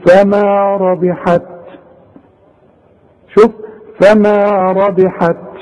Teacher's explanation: طب واذا وقف هتقول فما ربحت، شوف فما ربحت، وطلع لي همس بسيط، شوية هوا، علشان التاء دي من حروف الهمس، علشان تبان انك وقفت على تاء، تقول فما ربحت.